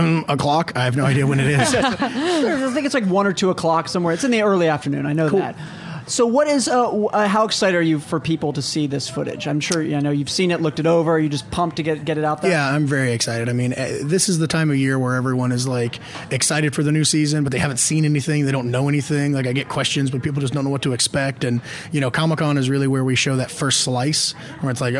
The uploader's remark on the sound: as we broadcast LIVE from Comic Con 2013